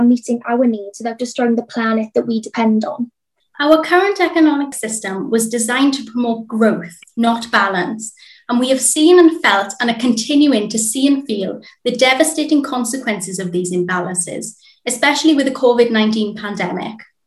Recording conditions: video call